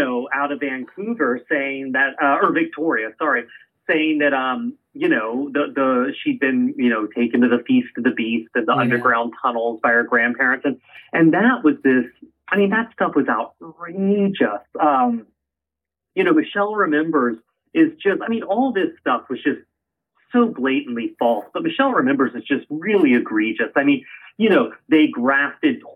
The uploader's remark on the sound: via phone